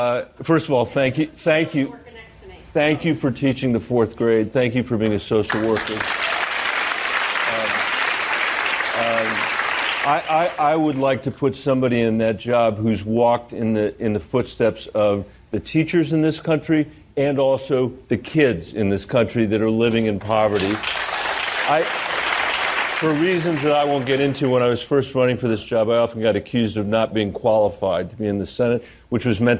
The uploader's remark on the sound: Fields Questions from The Daily Show Audience